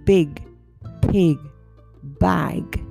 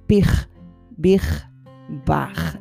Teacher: la G a final de palabra en inglés debería ser un sonido suave, similar al de una K · Shown in: first take